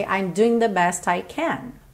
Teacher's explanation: Percebe que esse doing não aparece tanto, esse ing não aparece muito